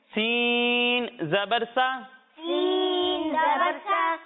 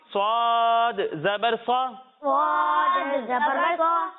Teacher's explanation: سین کی ادائیگی کرتے وقت اسے ہم باریک پڑھیں گے اور جب ہم سوت کو پڑھیں گے تو اسے موٹا کریں گے کیونکہ سوت حروف مصاریہ میں سے ہے سمجھ میں آیا بچوں